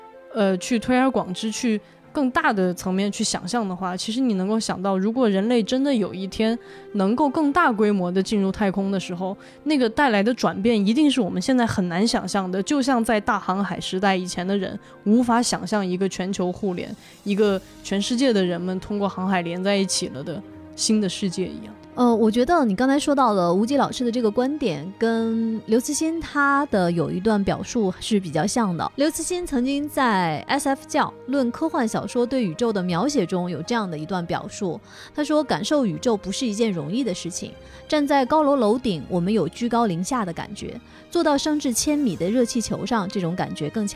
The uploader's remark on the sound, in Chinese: 来自天河核心舱 发射现场的特别节目。中国空间站发射现场实录。